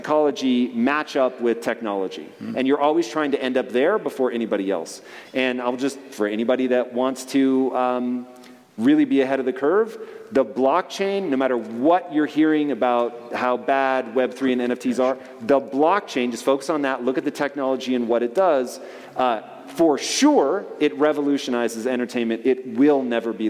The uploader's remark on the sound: on stage interview from our 2023 Lake Tahoe Adventure & Mastermind